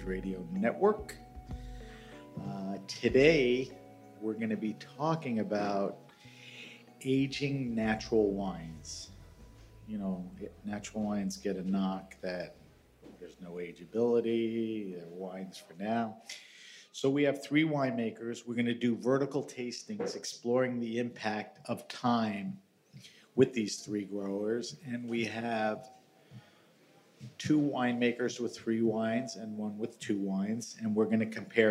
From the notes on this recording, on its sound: This episode of HRN On Tour comes to you live from Raw Wine 2023 in East Williamsburg, Brooklyn. This episode of HRN On Tour comes to you live from Raw Wine 2023 in East Williamsburg, Brooklyn. Taking place at 99 Scott , this ‘Speakers’ Corner’ event includes vertical tastings by growers from Castilla y León.